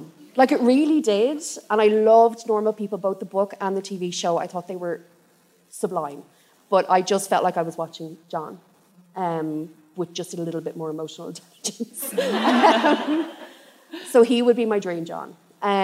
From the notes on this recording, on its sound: LIVE at Cúirt Festival Galway. Thank you to Cúirt Festival for recording this for us.